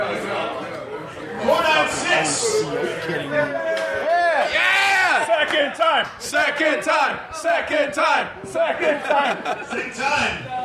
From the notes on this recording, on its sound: Live from Mac's Wood Grilled. This week's episode is coming to you live from Mac'c Wood Grilled in Chicago. We recorded this the day of All Out and we had a blast.